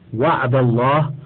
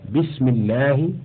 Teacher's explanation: وأما حكم اللام من لفظ الجلالة فهو أنها إن وقعت بعد فتح نحو وعد الله، أو ضم نحو إني عبد الله فخمت، وإن وقعت بعد كسر نحو بسم الله رققت